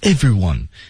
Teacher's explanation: 上齿咬下唇这个位置大家要做到 everyone 要把这个 every 啊读清楚